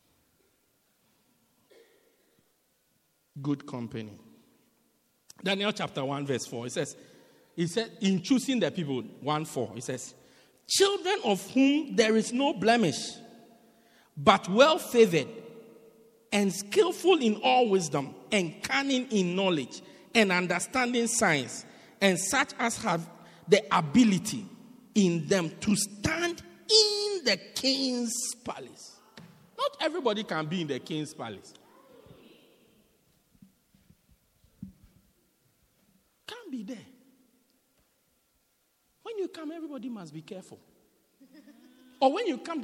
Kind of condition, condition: setting, large echoing room